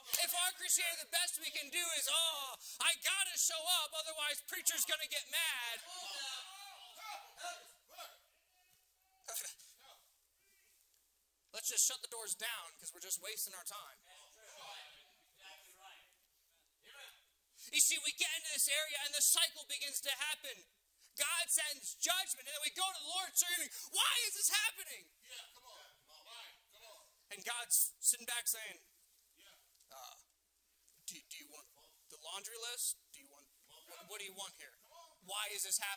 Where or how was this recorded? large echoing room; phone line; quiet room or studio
large echoing room